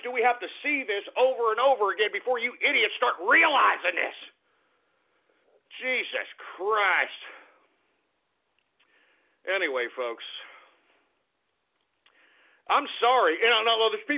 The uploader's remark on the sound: opens up the phone lines again and takes your calls